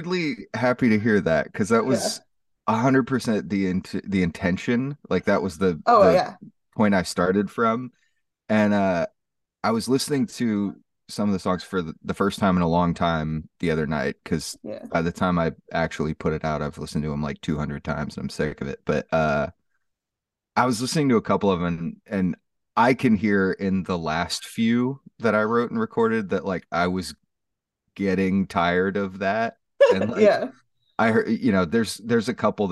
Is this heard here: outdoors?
no